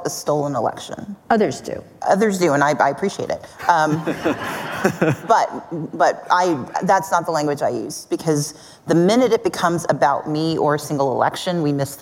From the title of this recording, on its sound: Live at Code 2019